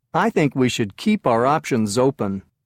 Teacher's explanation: Notice the link between the words that end with S and the words that follow them.